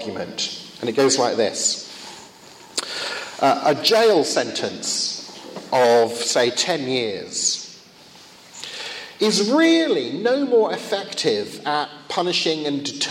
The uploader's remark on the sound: Second of two lectures at a conference in Finland